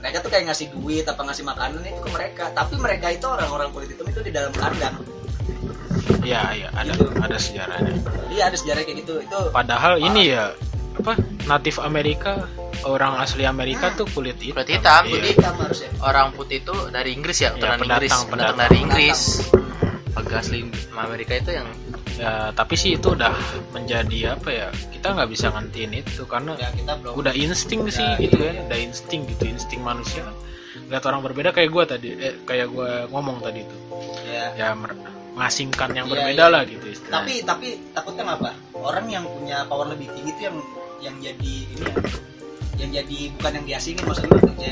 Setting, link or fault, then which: fault, background noise